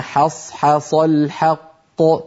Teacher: وجد أن الطلاب يفخمونها فيقول أحدهم حص حصى، كما قال الله في القرآن: قالت امرأة العزيز الآن حص حص الحق، حص حص الحق. فعلى التالي أن يرقق الحاءين ويفخم الصادين في كلمة حص حص. والحاء الثانية أكثر عرضة للتفخيم من الأولى، لأن الأولى جاورت صادا، أما الثانية فقد اكتنفها صادان عن يمينها وعن شمالها.